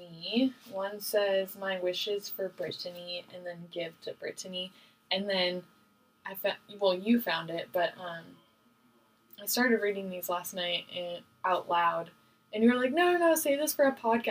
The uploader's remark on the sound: this episode the audio is a little bit better, but not by much